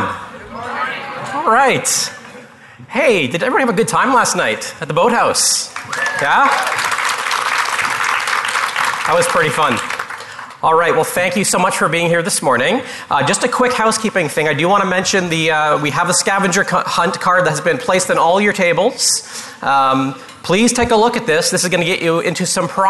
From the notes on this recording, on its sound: Live Broadcast at the The IPBC IGNITE Conference